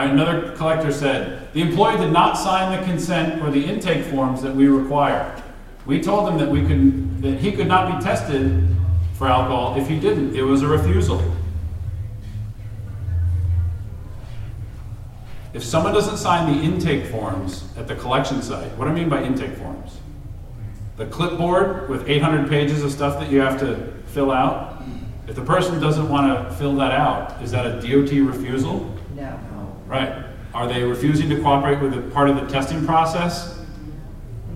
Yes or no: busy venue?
yes